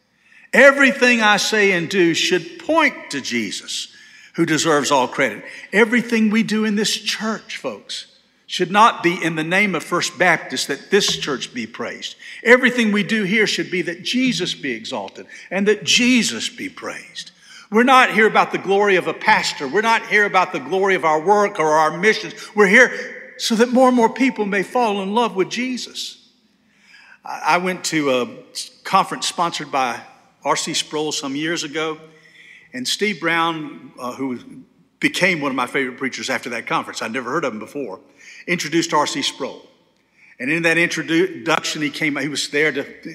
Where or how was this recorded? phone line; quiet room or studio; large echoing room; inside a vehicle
large echoing room